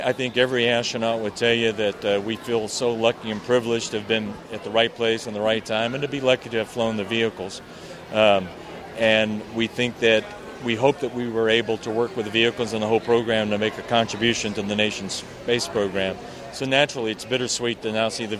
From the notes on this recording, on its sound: On top of walking you through the exhibit, we talk with the people who worked on the exhibit, designed it, organized it, and astronauts who flew on the shuttle. You'll hear what the grand opening sounded like and what the exhibit sounds like, including the grand Atlantis reveal.